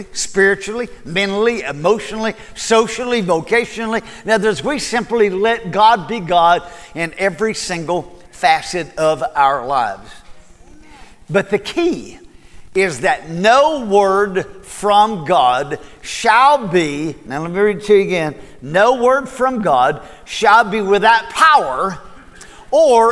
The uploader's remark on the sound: Recorded at Cornerstone Church